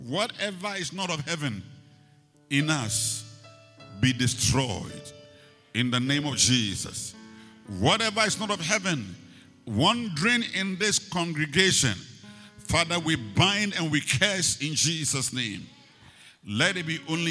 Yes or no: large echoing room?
yes